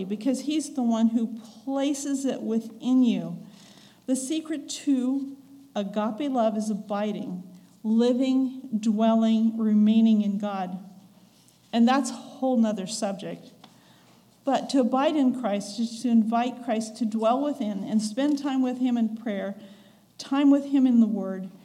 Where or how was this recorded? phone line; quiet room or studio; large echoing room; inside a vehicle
large echoing room